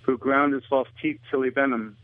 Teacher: the dropped H in the pronouns his, him, and he